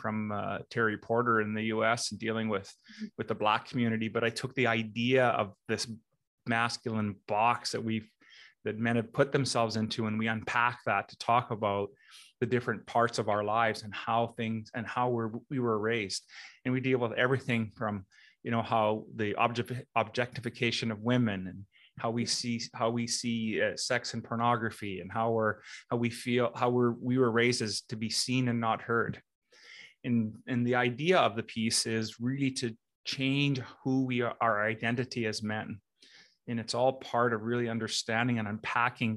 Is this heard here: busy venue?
no